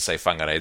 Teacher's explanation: there are other parts of the country where they pronounce WH more like W and H